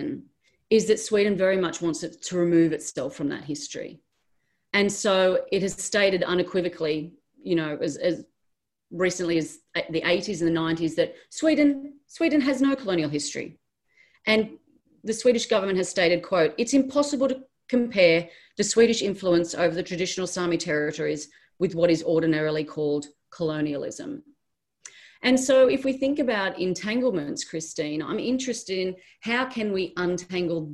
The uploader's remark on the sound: This event was held via Zoom on Thursday 15 October, 2020.